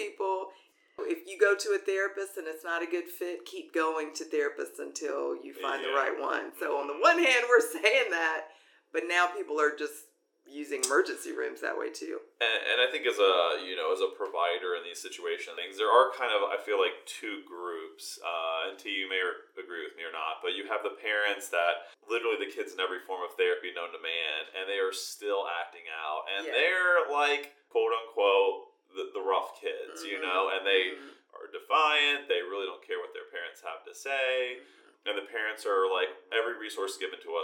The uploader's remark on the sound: Please stick with us through any difficult audio, as this will improve in future episodes.